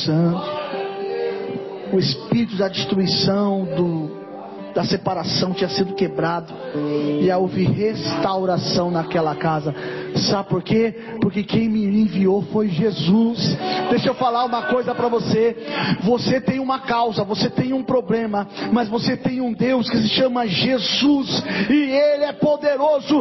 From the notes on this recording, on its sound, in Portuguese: Mensagem gravada em 21/05/2023 - Culto da Família